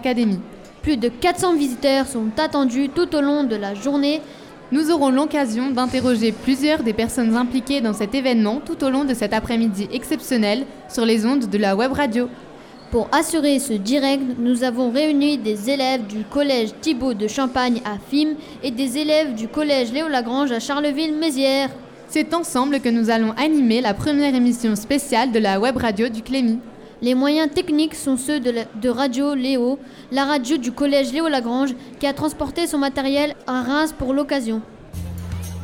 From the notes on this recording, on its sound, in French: Emission réalisée en direct et en public à l'occasion des 60 ans de l'académie de Reims.